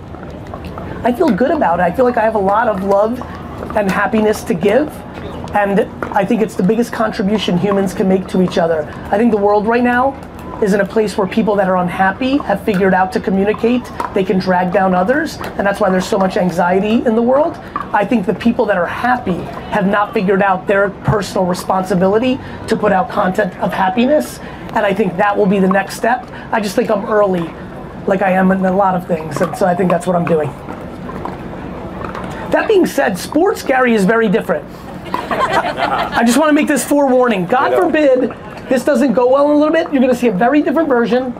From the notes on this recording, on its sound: a Q&A I did in Mesa, Arizona at the season opener for the New Jersey 5s Major League pickleball team